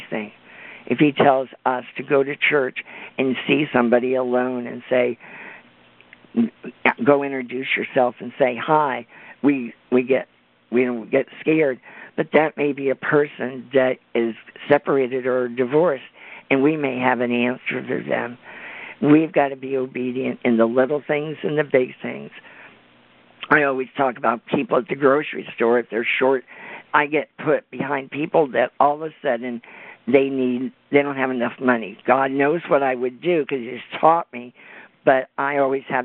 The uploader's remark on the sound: CONFERENCE CALL